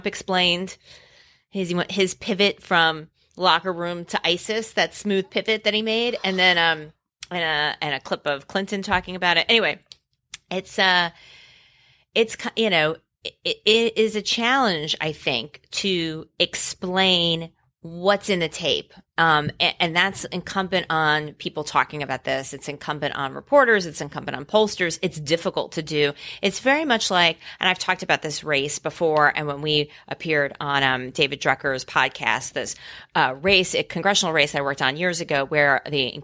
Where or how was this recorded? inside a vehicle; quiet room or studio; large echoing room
quiet room or studio